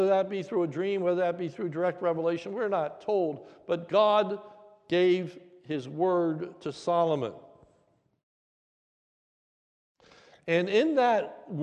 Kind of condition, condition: setting, large echoing room